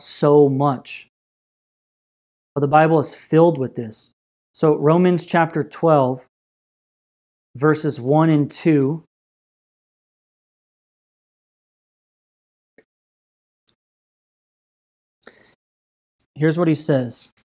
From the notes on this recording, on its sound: This message was delivered on November 29th, 2020 at Redeemer Community Church.